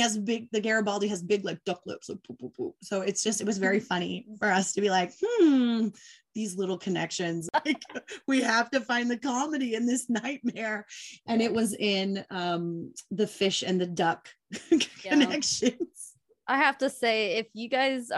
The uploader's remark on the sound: Obviously we had to hop on a zoom to chat with those who could! A bit of a warning, we have, at times, 5 very excited women on this chat, and mute was not always utilized, but I did my best!